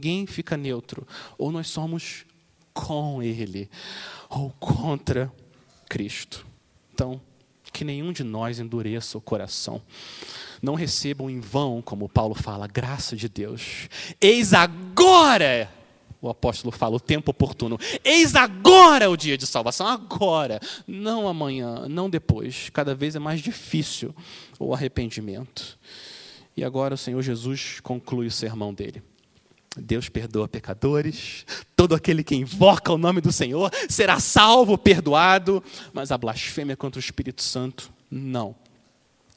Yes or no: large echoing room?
yes